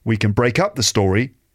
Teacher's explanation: So can, that little modal verb there is pronounced with a weak form because it's not one of the stressed words. So it gets squashed.